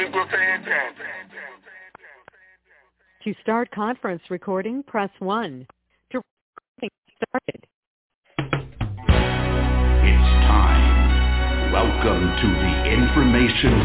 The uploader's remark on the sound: TNTSuperfantastic Conference Call